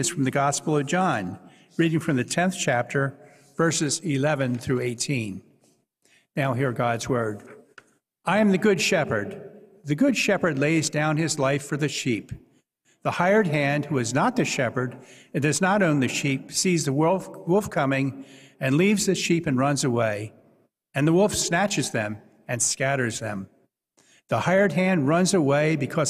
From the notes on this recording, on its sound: Was preached at First Presbyterian Church of Allentown on August 20, 2023.